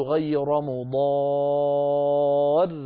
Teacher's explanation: فإذا هو مد لازم كلمي مثقل يمد بمقدار 6 حركات هذا عند كل القراء 10.